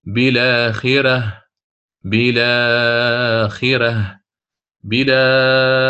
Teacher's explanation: لماذا؟ لأنه ما اعتد بحركة الهمزة المنقولة إلى اللام، أصلها بالآ، فنقلنا حركة الفتحة من الهمزة إلى اللام قبلها صارت بلا